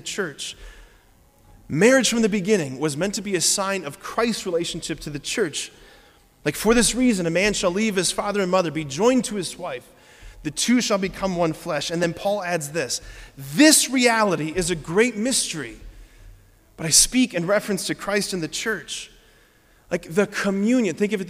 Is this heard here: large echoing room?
yes